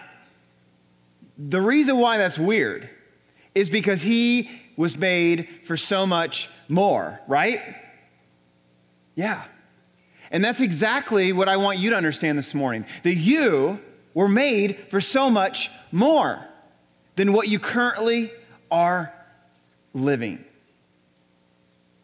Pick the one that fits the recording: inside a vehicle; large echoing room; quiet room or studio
large echoing room